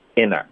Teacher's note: 如果你有一个 N 的音连到一个 T 的音，后面再带一个元音呢，这个 T 的音会彻底消失，连一个干脆停顿都不需要